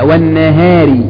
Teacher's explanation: هنا كثير من المصريين يقولون والنهار كما ننطقها في الكلام الدائم، يقول لك النهار طلع ولا لا النهار، أي فيقول والنهار يقرأ كما يتكلم، يقرأ كما يتكلم في كلامه الدارج، فليست والنهار لا والنهار، فالنون والهاء كلاهما من حروف الترقيق